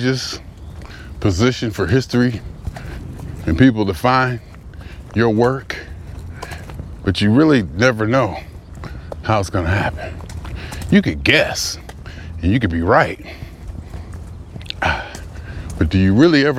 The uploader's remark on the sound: Me Walking Talking